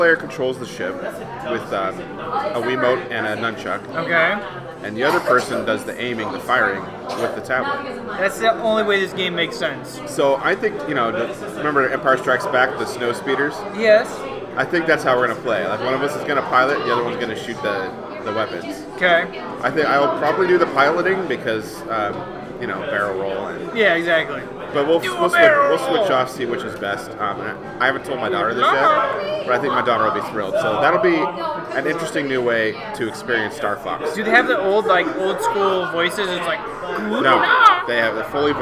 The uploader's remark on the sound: The guys are live from Fortside Brewing which is probably the closest they’ve been to their houses this entire time.